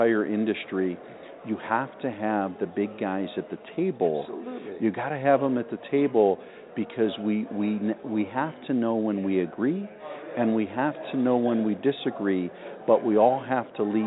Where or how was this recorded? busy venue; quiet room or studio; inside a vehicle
busy venue